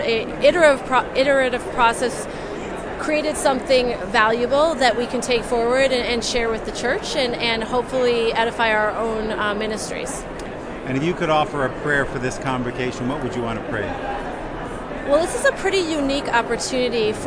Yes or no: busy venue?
yes